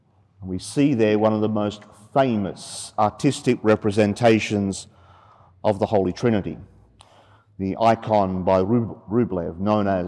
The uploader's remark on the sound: 30pm Saturday evening Mass from Sacred Heart Cathedral, Hamilton.